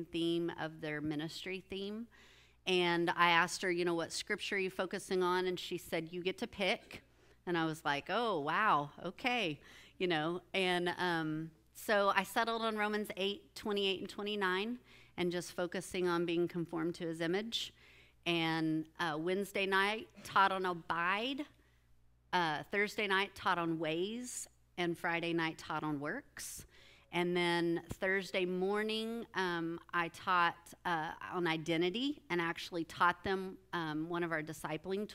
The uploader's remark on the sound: With the body at Grace Church. This episode is a recording of that Sunday morning service.